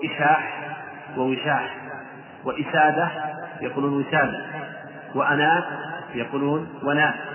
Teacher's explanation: العرب يستعملون التسهيل في النطق وخاصة بالهمزات الواقعات في أوائل الكلمات، فإنهم يسهلونها إلى واوات تسهيلا للنطق